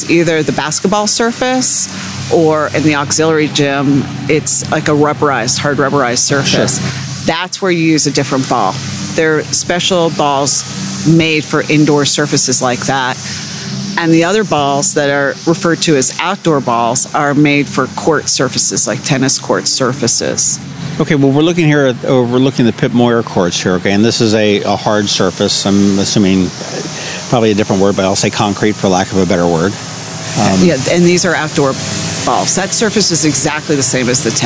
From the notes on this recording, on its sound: This was a ton of fun out at a picnic table adjacent to the new pickleball courts at Truxtun Park--complete with the Annapolis Fire Department whizzing by with sirens blaring!